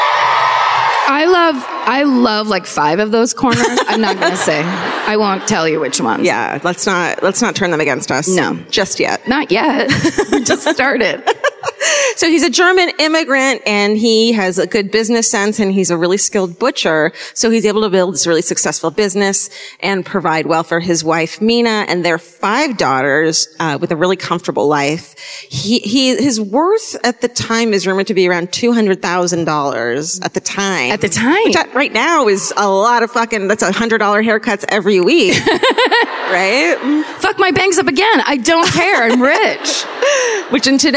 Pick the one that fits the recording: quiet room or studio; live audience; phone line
live audience